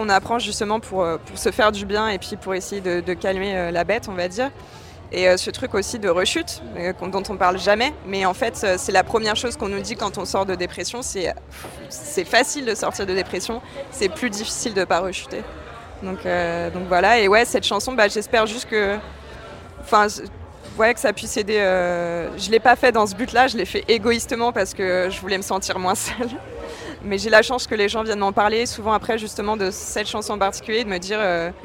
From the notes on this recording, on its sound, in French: Femmes d'Avenir au Main Square Festival. Était à la 17e édition du Main Square Festival à Arras. Lors de cet événement à guichet fermé.